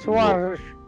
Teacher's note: «сваржиш» тоже можно произнести слитно, с ударением на «а»